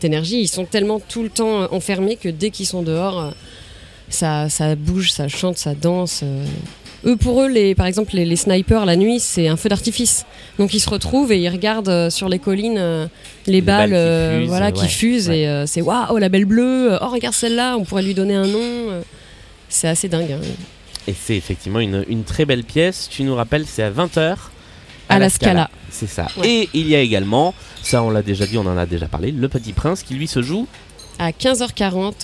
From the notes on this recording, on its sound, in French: Deuxième halte de notre tournée d'été, à Avignon pendant le festival ! Nous avons enregistré à l'heure du petit déjeuner, à la terrasse du Cid Café qui nous a accueilli.